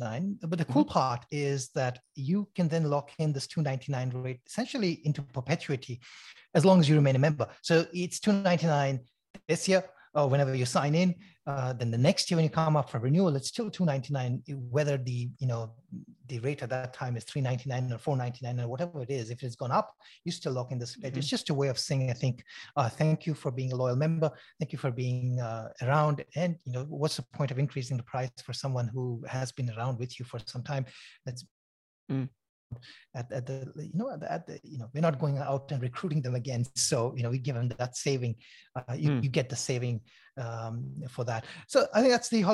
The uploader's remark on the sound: Zoom presentation